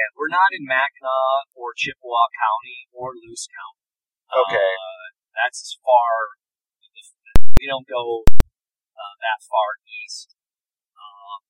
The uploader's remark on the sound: I do apologize for the audio quality. This was recorded pre-Covid in an automobile.